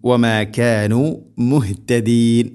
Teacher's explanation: മുഹ് ഹഇൻ്റെ മഹ്റജ് തൊണ്ടയുടെ താഴെ ഭാഗമാണ്